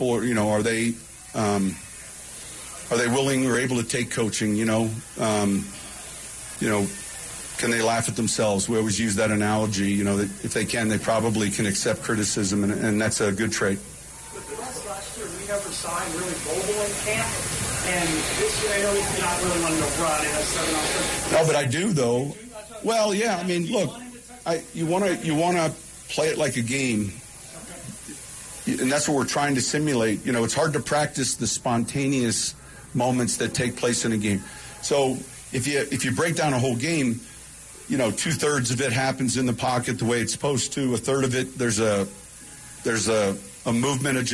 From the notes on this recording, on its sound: live from training camp